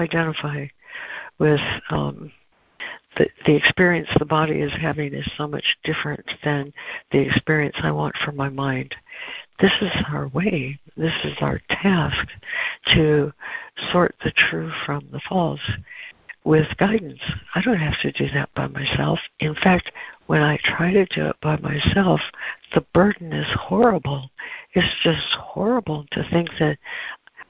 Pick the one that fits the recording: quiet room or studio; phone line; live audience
phone line